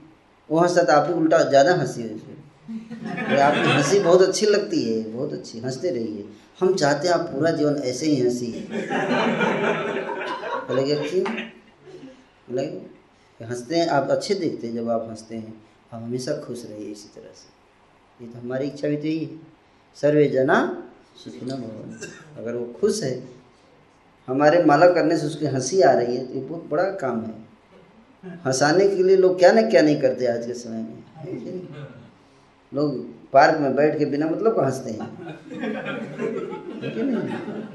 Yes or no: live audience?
yes